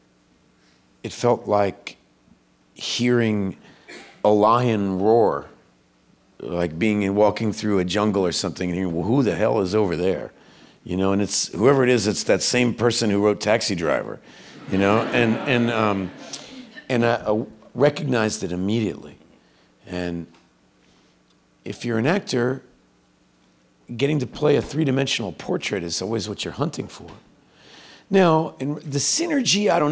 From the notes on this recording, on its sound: The actor-writer-filmmaker was in prime raconteur mode, in front of an enthused audience.